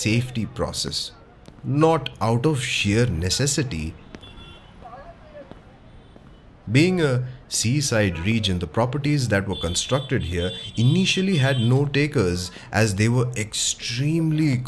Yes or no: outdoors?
yes